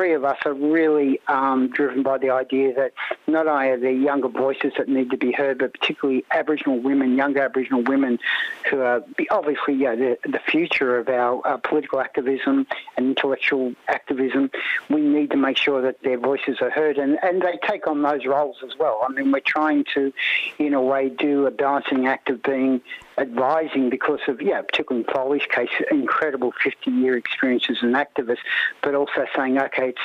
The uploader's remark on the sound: is joined on the line